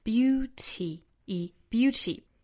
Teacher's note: 这个 t 的发音英式呢要把它读出一个很强烈的很明显的一个爆破送气。Beauty, beauty,最后尾音的元音呢应该是一个长元音 e 的短板，也就是我们取这个口型紧张的一个 e。Beauty, beauty, their beauty, show off their beauty, show